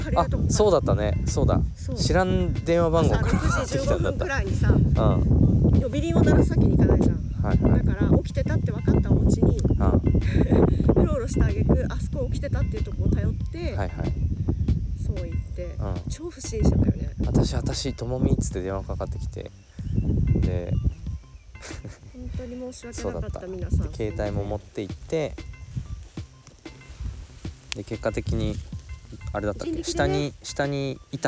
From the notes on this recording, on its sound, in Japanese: 今週は、芋掘りがてらの収録。